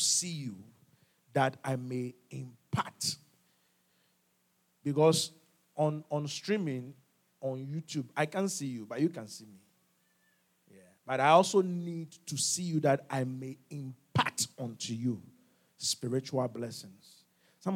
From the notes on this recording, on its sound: QFC Charis Center - Albany, NY. Revelation Service | LIVE from Charis Center | Albany, New York.